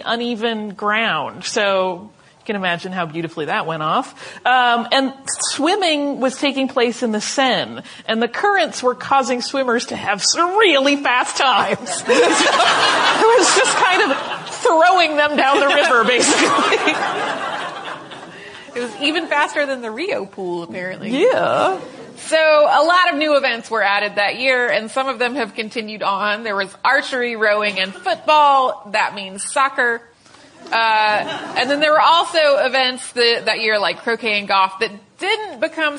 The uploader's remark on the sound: Live at the DMA